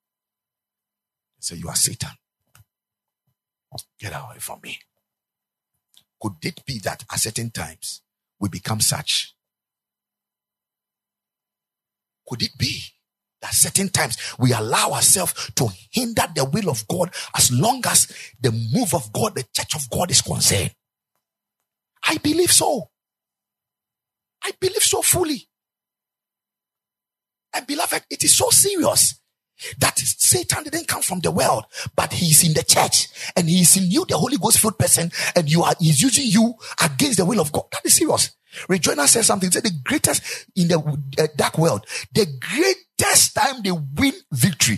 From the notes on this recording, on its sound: Preached at the Ekklesia Chapel